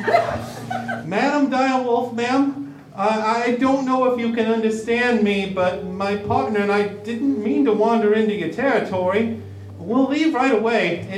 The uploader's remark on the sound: LIVE at Balticon 51